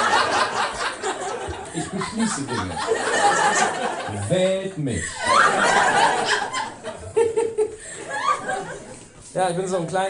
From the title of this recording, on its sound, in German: ein Auftritt aus dem Mad Monkey Room